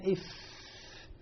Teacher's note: أضع أطراف الثنايا العليا على باطن الشفة السفلى مع دفع الهواء إلى الخارج قليلا فيعطيني حرف الفاء